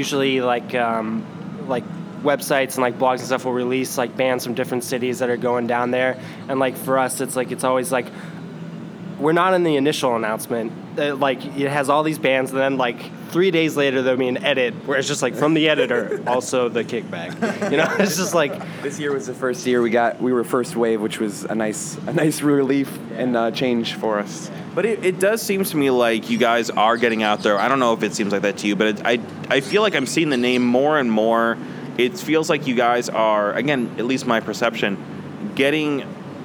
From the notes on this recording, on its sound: an interview recorded at SXSW 2016